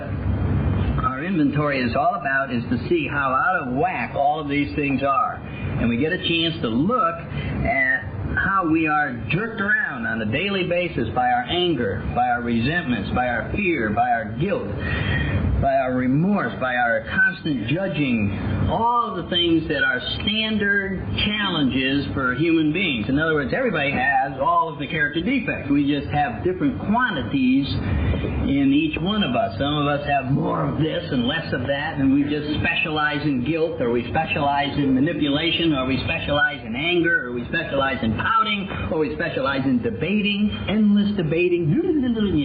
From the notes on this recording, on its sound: I cleaned this audio up as best I could but there comes a point that removing any more of the background hiss and he starts sounding like a mouse talking. I got the majority out but there is a bit of hiss in this.